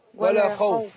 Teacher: الخاء مفتوحة هنا وهي من حروف الاستعلاء